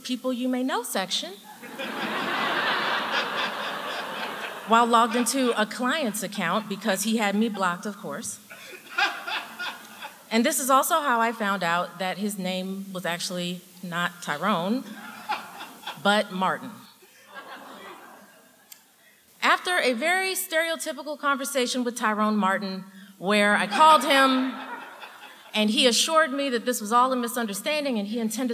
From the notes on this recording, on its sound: true stories told live on the Story District stage